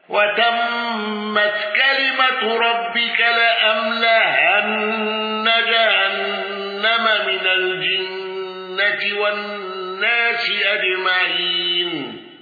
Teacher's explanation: دوري أبي عمرو بالإدغام والإمالة